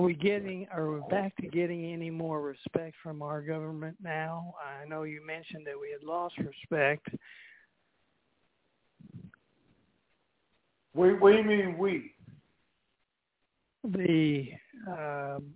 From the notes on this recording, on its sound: TNTSuperfantastic Conference Call